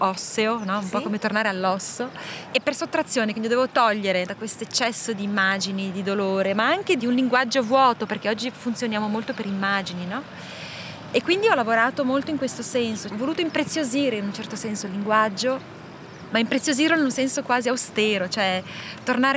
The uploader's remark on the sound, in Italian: Sulle rive del lago Ceresio. La incontro qui, in un parco che lungo la nostra chiacchierata si popolerà di voci, rumori, onde.